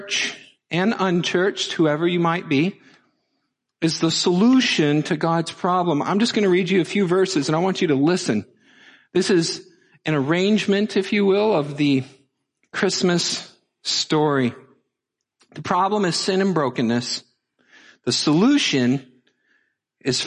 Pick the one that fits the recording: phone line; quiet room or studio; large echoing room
large echoing room